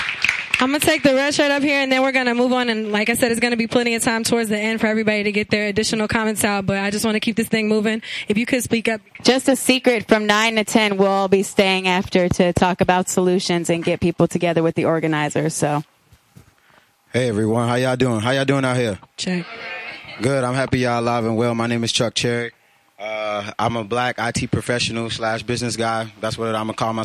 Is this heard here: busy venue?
yes